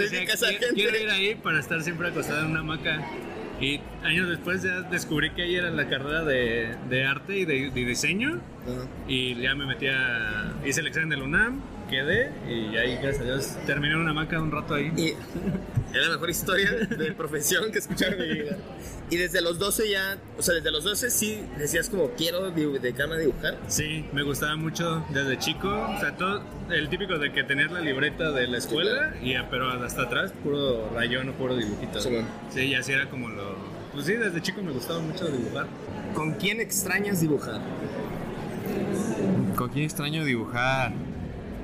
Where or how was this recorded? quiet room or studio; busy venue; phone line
busy venue